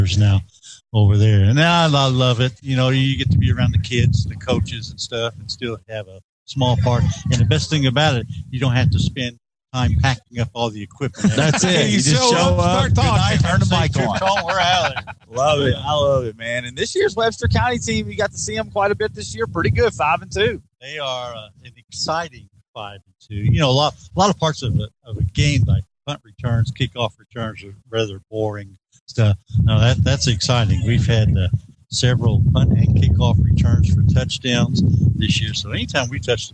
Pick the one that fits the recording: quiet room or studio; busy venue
busy venue